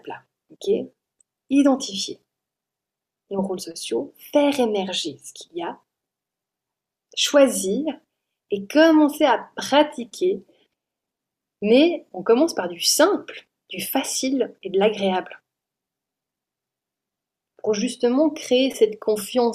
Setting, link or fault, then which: link, video call